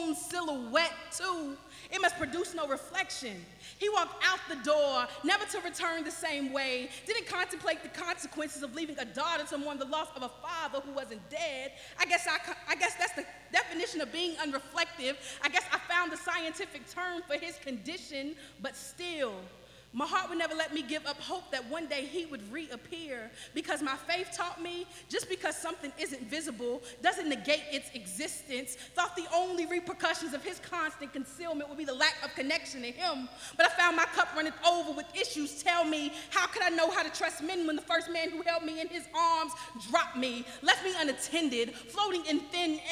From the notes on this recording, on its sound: This was a live recording. At yellow Cab Tavern, 700 E. 4th St.